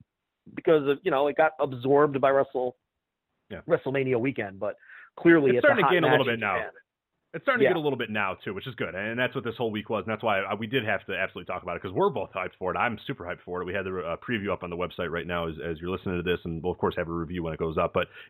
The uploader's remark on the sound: via phone